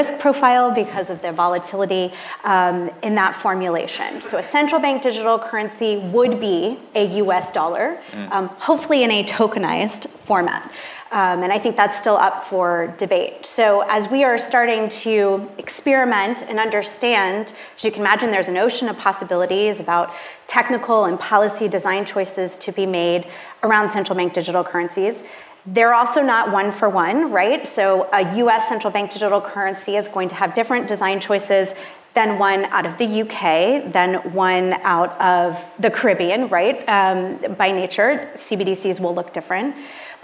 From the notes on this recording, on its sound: a live onstage panel as part of Empire Startups New York FinTech Week!